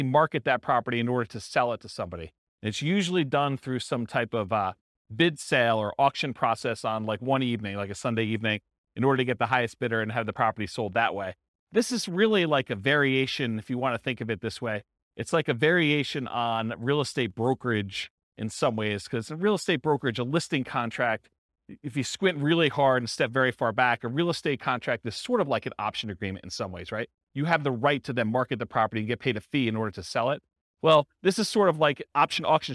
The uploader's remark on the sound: This was a live class recorded